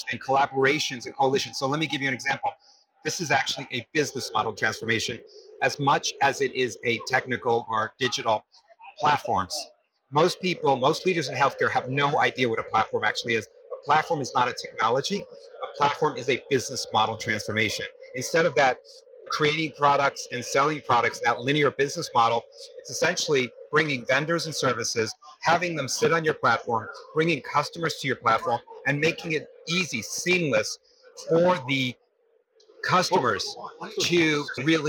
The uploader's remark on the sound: it’s an Interview in Action live from HLTH